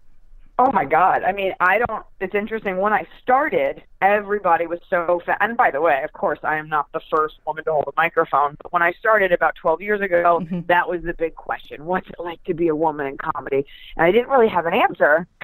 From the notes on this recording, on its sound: Entertainment.ie's new phone interview podcast.